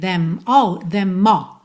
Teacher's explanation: Them all, junta no M